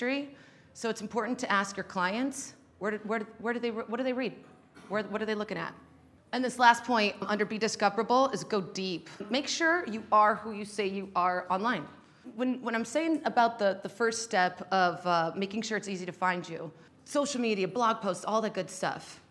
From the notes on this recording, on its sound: Shared with the skucon audience in Las Vegas where she delivered a talk.